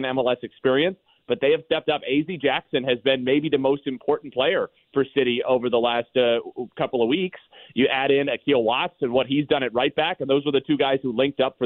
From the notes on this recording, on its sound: Louis sports phone calls, giving fans the opportunity to share their thoughts and engage in lively discussions about their favorite teams and players.